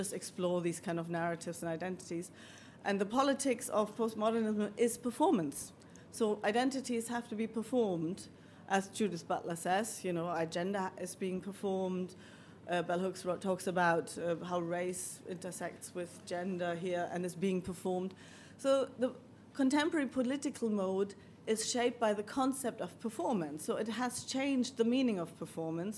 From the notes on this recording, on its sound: Maestro, Live! from the Battle of Ideas. A very special episode, live from the Battle of Ideas. In this first ever live episode of Performance Anxiety.